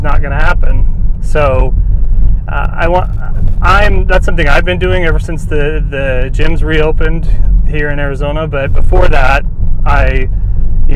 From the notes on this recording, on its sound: I recorded this as a YouTube video in my car